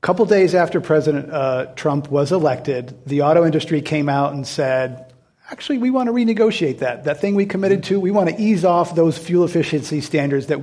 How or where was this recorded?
live audience